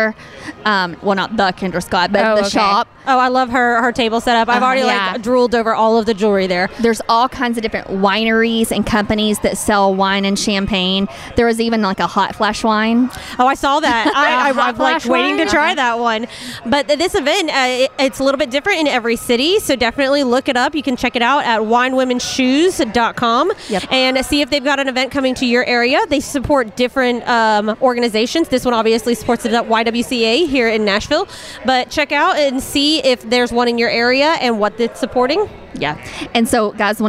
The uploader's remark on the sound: Live From The Wine, Women, And Shoes Event. Live coverage of the Wine, Women, & Shoes event in Nashville. Benefiting the YWCA.